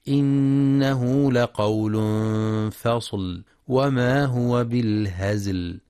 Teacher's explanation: وفي قوله تعالى: إنه لقول فصل وما هو بالهزل، ينتبه القارئ لغنة النون المشددة وللإخفاء الحقيقي مع مراعاة ترقيق اللام في فصل وإعطائها صفة التوسط، والحذر من تفخيمها لمجاورتها الصاد فلا يقرأ الفصل. · وينتبه لترقيق الهاء في بالهزل فلا يقرأها بالتفخيم، ويراعي صفة الرخاوة والصفير في الزاي الساكنة مع بيان توسط اللام عند الوقف.